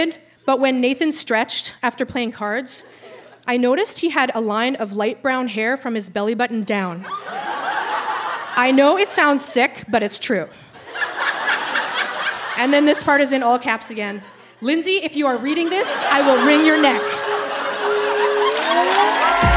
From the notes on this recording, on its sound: Recorded live at the Park Theatre in Winnipeg, MB.